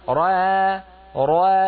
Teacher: تفخمين الراء وتعودين فترققين الألف